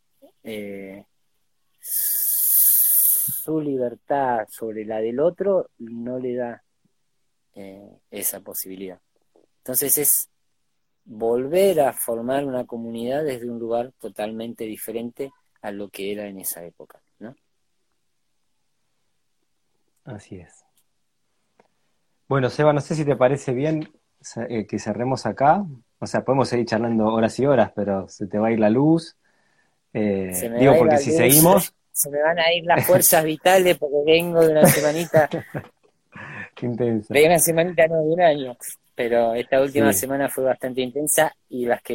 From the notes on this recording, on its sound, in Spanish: Audio de la charla en vivo por Instagram